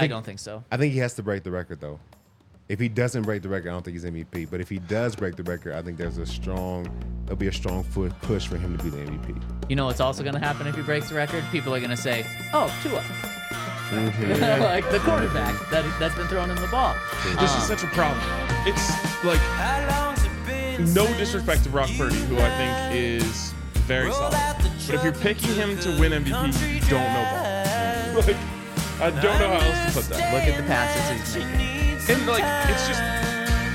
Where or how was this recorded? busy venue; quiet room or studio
busy venue